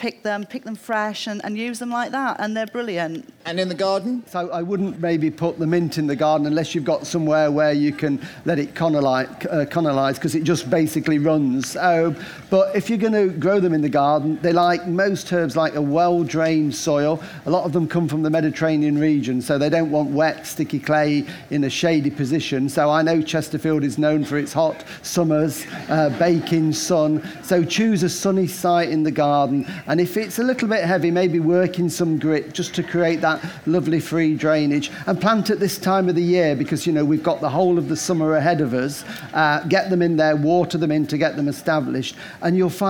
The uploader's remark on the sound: Live from Chatsworth. This week we're at the RHS Chatsworth Flower Show in Derbyshire, revelling in this floral extravaganza in the heart of the Peak District. Chairs a live question and answer session with leading gardening experts.